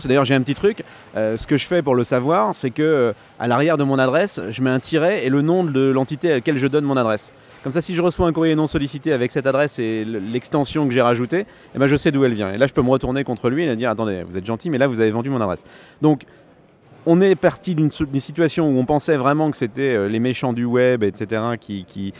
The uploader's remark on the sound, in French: Enregistré en direct du Swiss Tech Convention Center de Lausanne.